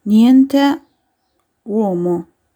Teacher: Uno dei tratti più noti della parlata campana è che IE e UO sono sempre chiusi.